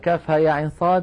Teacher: نلاحظ بأن عين آخرها نون ساكنة وبعدها حرف الصاد فأخفينا النون · Term: الإخفاء